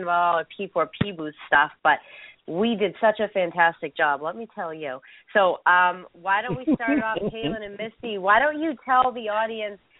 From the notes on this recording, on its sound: I will be having some competitors and company representatives call in and give you the low down on how it all went.